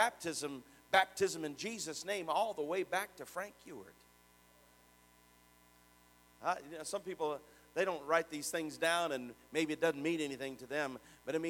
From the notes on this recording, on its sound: Sermon preached at the Oak Park Pentecostals, 1920 Chester Blvd, Richmond, IN 47374.